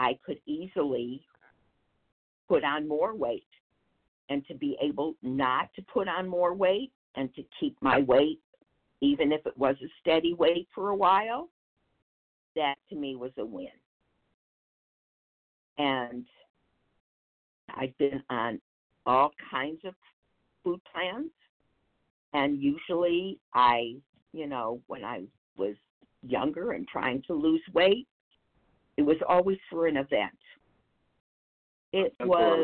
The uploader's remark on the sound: 100 Pounders Phone Meeting, 4/30/23